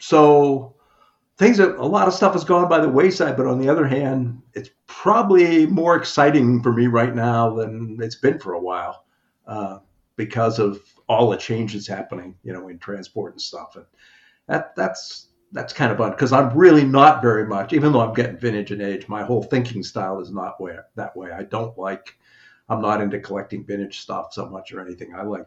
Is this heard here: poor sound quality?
yes